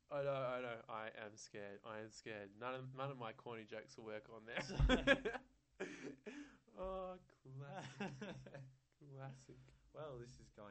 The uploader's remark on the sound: turn up the sound again sorry!